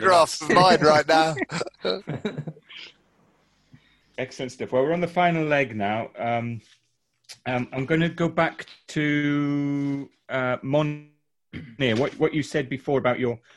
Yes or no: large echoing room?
no